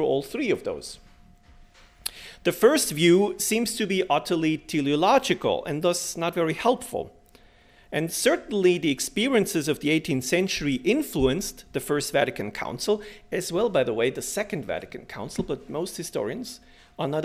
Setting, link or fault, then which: setting, large echoing room